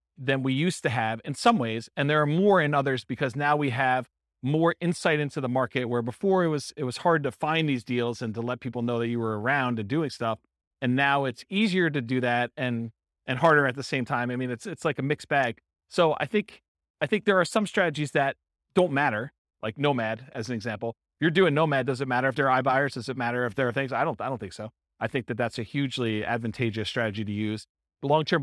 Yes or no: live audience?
yes